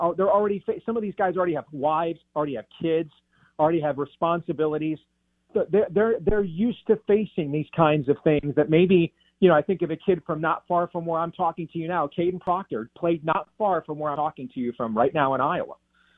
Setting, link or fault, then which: link, phone line